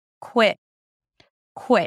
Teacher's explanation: In the word quit, you shift from the qu sound to an e as in sit, qui, so drop your jaw, keep space between the two teeth and relax your lips, qui. And then it's a T sound, but it's a held T, so you barely hear it · IPA: kwɪt